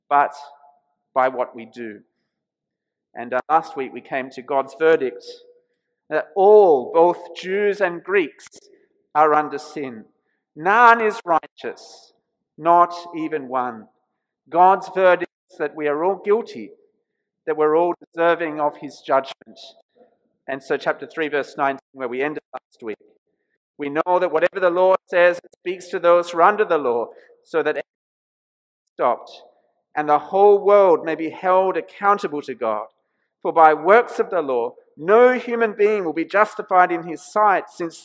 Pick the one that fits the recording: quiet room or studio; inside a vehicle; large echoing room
large echoing room